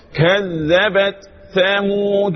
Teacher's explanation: كذبت ثمود، تفصل التاء عن الساء. كذبت، يبقى في جريان نفس اللي هو الهمس لفصل التاء عن الساء، مفيش إضغام، مفيش إظهار بيان.